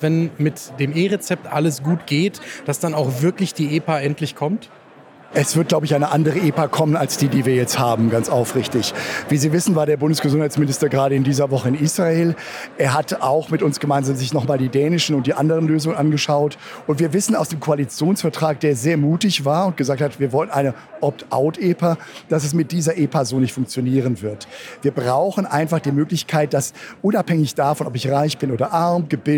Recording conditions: busy venue